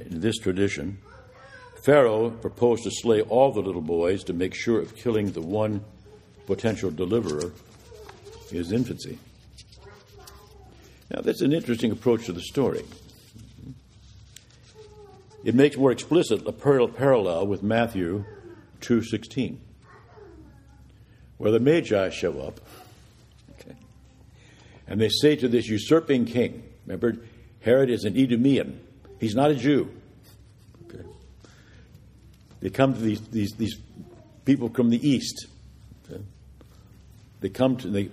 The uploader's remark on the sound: This is the audio from the Vespers Service